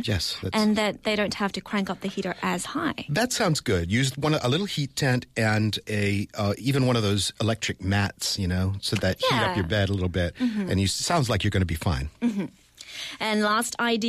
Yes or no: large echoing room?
no